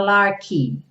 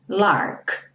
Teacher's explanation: cuidado para não falar larky, lark. O K somente termina essa palavra · Shown in: second take · dá um acabamento, lark.